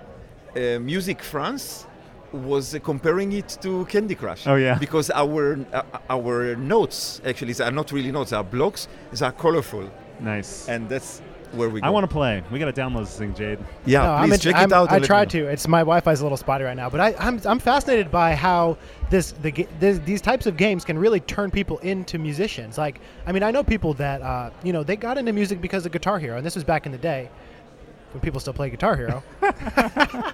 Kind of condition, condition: setting, busy venue